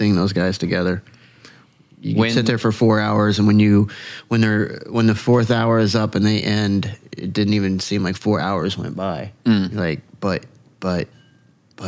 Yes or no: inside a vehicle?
no